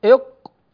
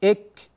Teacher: تجد أن القاف أقرب إلى الحلق والكاف أقرب إلى اللسان